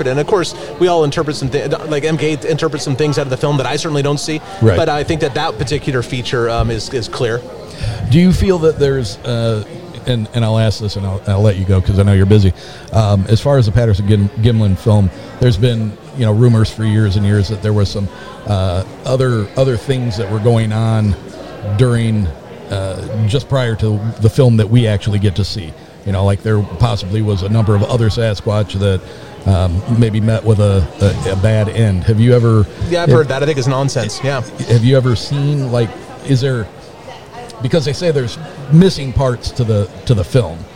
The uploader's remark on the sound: Michigan Bigfoot Conference. At a recent Bigfoot conference and do a lightning round between visitor to our vendors booths.